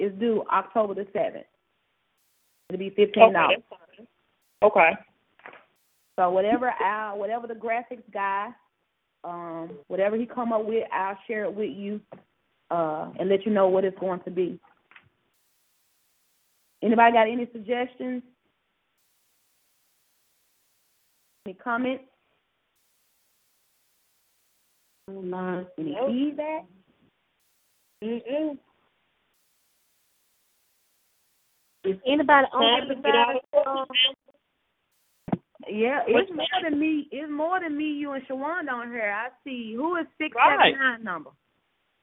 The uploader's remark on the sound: Conference Call